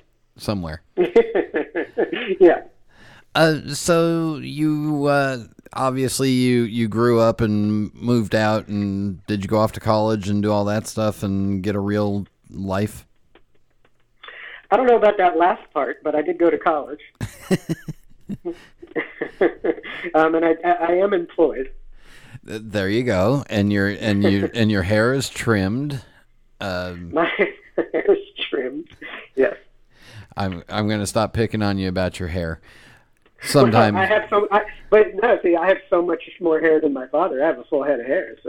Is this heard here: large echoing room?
no